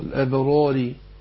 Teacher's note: الراء الثانية مرققة عشان إيه مكسورة